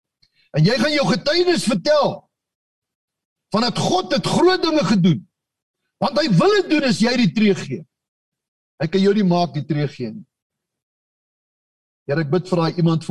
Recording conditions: video call